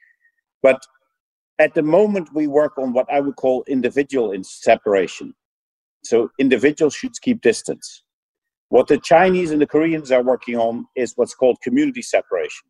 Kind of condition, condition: link, video call